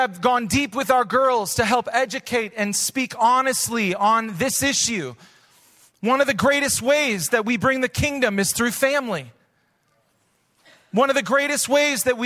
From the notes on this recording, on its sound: Recorded live at Hope Church in Springfield, Mo.